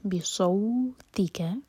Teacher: M T میم کے بعد با تو اخفاء شفوی، آگے صاد ہیوی